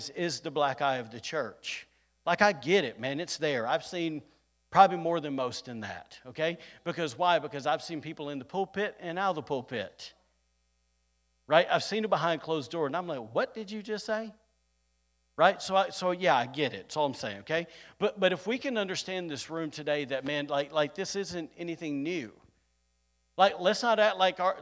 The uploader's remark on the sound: Recorded on Sunday, November 6th, 2022, during service at The Anchor Church in Rockport, Maine.